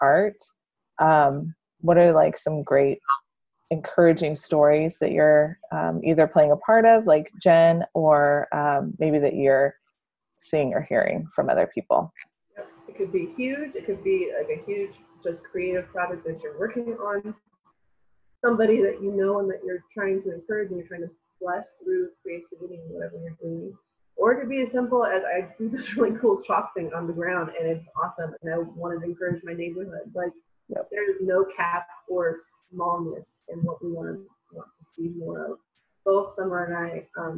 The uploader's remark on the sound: talk on ZOOM